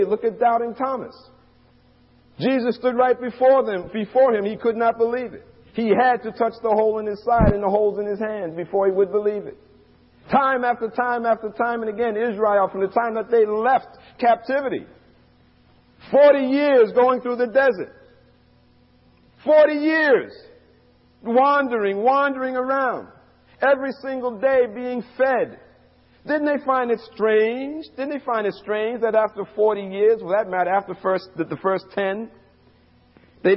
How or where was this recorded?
large echoing room